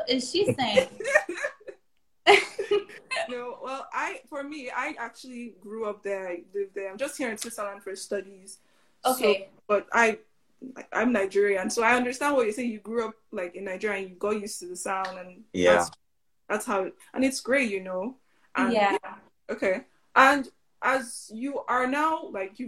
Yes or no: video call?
yes